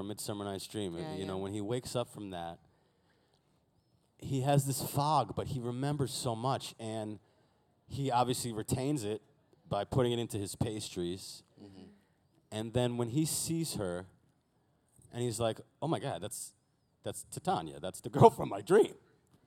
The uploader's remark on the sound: LeakyCon Boston. LIVE FROM LEAKYCON.